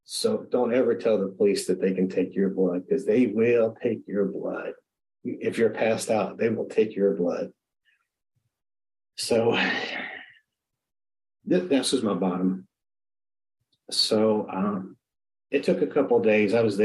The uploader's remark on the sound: at the Magical Mystery Tour zoom meeting in March of 2022